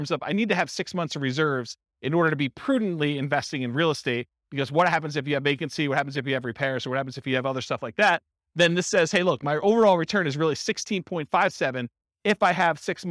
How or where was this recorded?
live audience